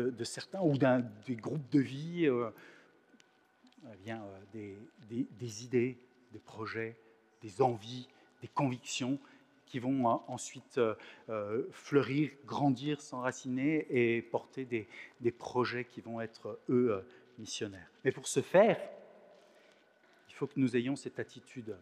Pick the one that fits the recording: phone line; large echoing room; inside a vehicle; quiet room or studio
large echoing room